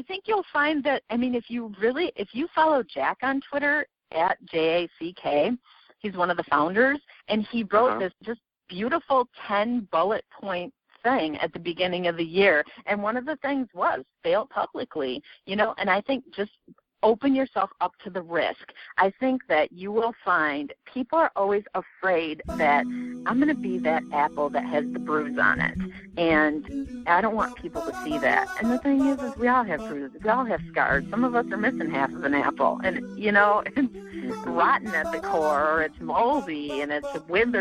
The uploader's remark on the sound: I conduct a telephone interview